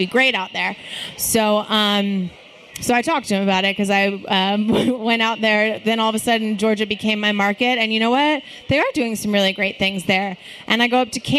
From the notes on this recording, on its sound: We're at BrainDead Brewing for the Women of Craft Beer 2017 panel as part of North Texas Beer Week.